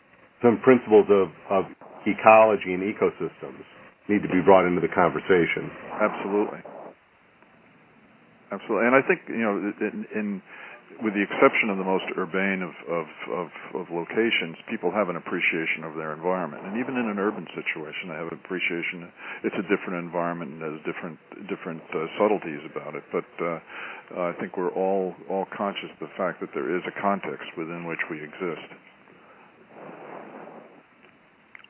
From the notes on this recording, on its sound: Call recorded on October 27, 2011.